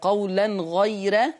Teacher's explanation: الراء عند ورش. لما يجي قبلها ياء مادية أو لينة يعني ياء ساكنة هنرقق الراء